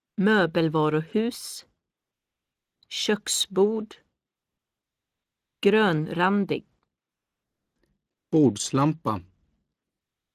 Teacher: Compound words have stress on both parts of the compound.